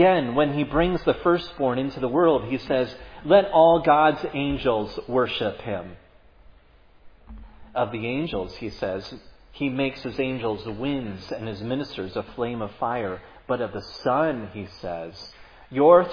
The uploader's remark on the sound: Was preached at Providence Church.